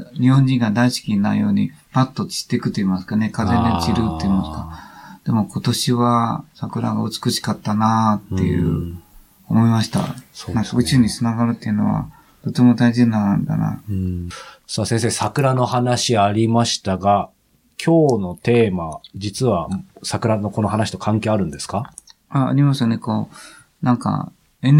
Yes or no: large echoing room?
no